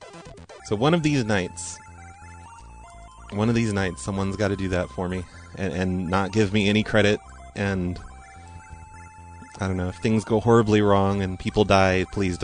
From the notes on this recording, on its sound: RBCP's Personal Prank Phone Calls Collection